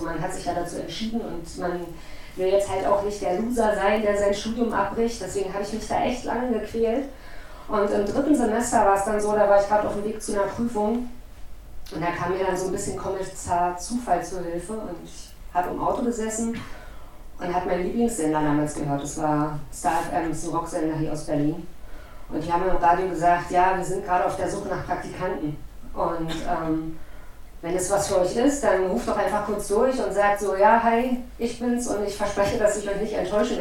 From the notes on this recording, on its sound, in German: Wir entschuldigen die Tonqualität.